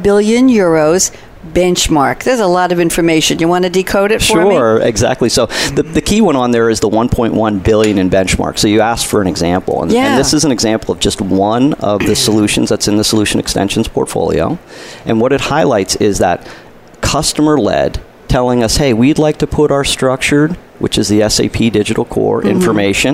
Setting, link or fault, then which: setting, busy venue